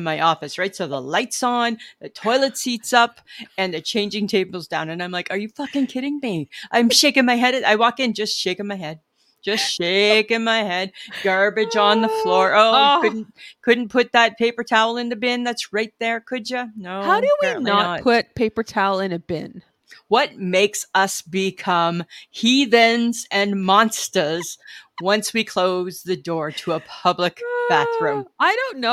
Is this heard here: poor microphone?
no